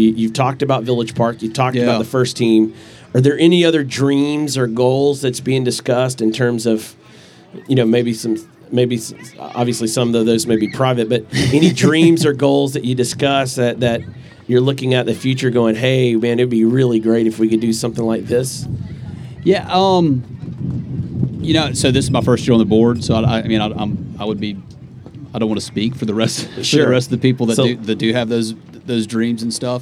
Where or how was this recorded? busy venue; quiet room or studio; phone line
busy venue